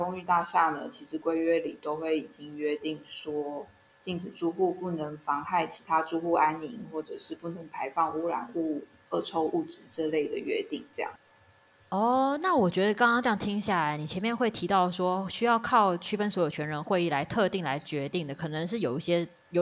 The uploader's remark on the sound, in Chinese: 這集是用團隊還在遠距工作時所錄製，音質音量都有些不穩定